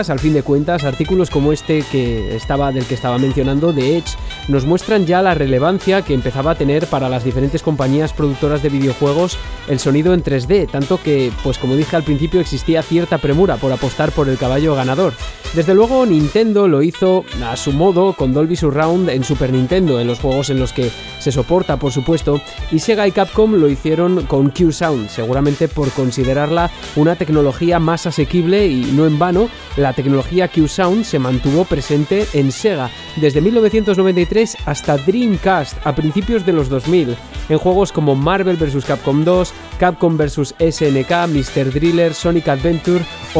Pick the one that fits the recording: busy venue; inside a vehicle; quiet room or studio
busy venue